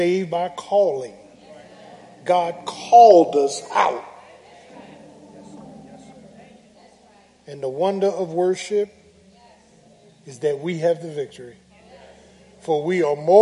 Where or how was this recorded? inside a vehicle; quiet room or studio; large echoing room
large echoing room